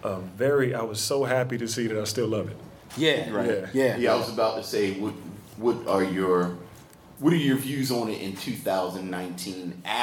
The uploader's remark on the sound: LIVE at Blerd City Con 2019 at St. Francis College in Brooklyn, NYC.